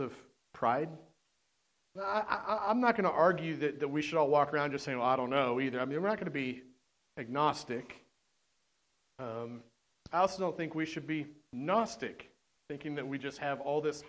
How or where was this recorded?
large echoing room